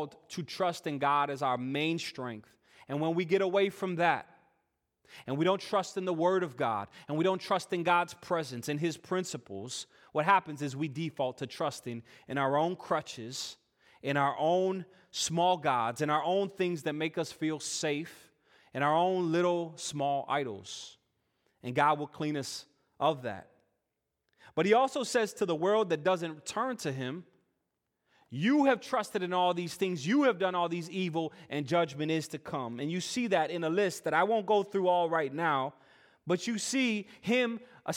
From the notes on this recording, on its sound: Full worship service recording